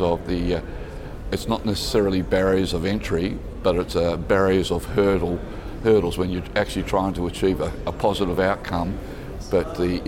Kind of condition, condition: setting, busy venue